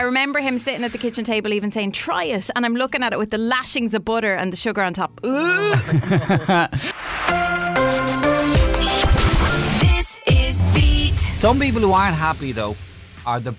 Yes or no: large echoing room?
no